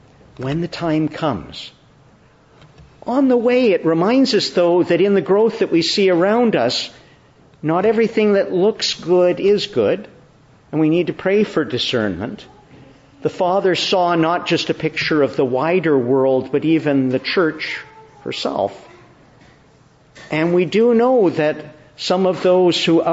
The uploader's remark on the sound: Morning Service. Preached in the Church of the Annunciation, Ottawa.